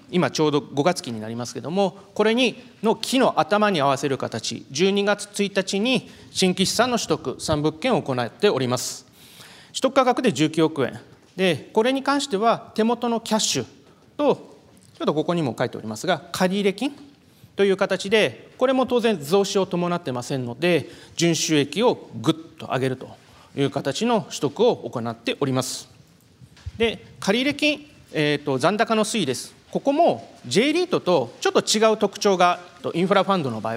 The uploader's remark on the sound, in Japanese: 東京証券取引所で開催した「J-REITファン2018」に登壇した